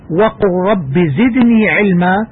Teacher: أدغمت اللام الساكنة في وقل في الراء المتحركة في كلمة رب ونطق بهما راء مشددة ويسمى هذا الإدغام إدغام متقاربين وذلك لأن الحرفين تقاربا مخرجا واختلفا